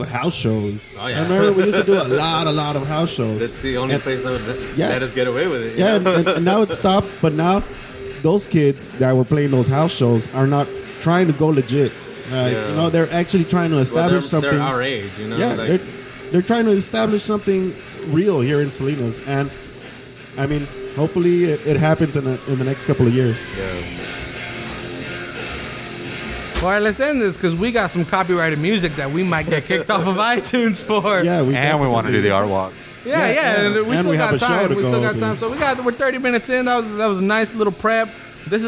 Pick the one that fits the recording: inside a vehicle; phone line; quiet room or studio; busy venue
busy venue